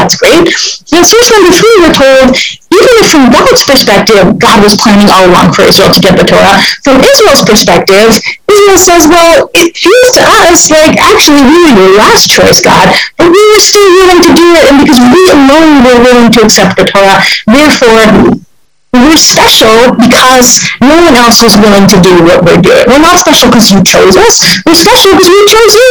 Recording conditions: video call